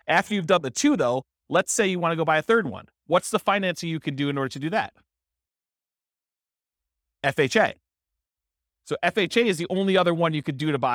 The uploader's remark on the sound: This was a live class recorded